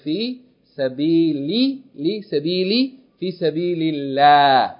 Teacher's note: Whenever the word Allah is preceded by kathra, then it's pronounced with tarqiq. It's light.